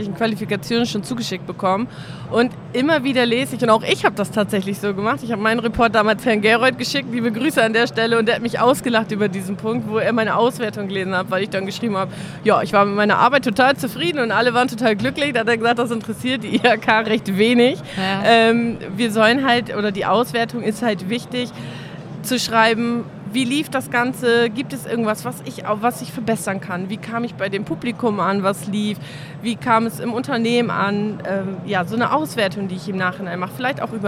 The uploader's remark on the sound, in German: Live von der Didacta in Stuttgart